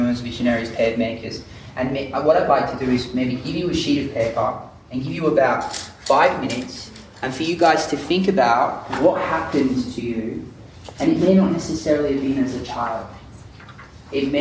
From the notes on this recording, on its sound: This is a live recording of a workshop. Workshop attendees use it to share their own stories.